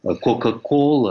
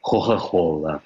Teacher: тосканцы почему-то не умеют выговаривать твердо звук «к» между двумя гласными · Shown in: second take · Ну, скажем, вместо «кока-кола» они произносят «хо-хо-хола». · Term: придыхательному произношению